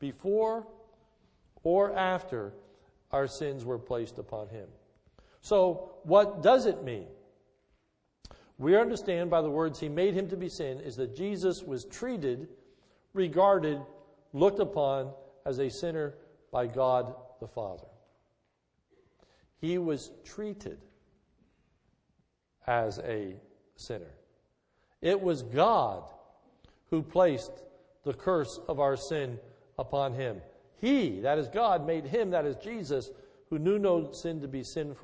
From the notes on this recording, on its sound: This is a sermon recorded at the Lebanon Bible Fellowship Church, in Lebanon, PA, on 12/12/2010 during the morning service